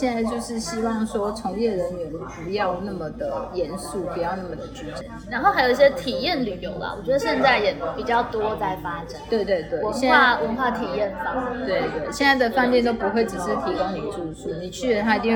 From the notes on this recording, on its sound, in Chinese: 本集錄音現場環境較為吵雜，但內容精彩難以割捨，因此已盡量作最大降噪的處理